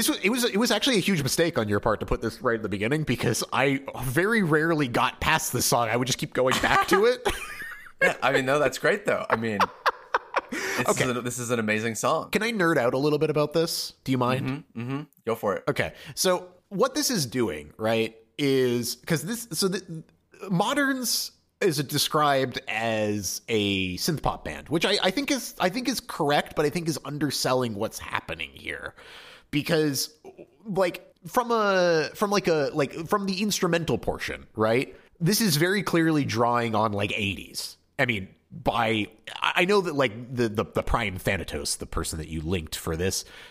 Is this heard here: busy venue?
no